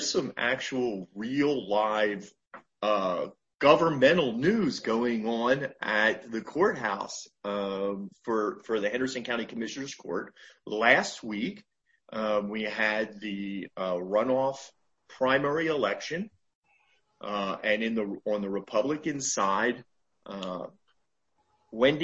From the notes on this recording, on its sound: This interview was recorded via Zoom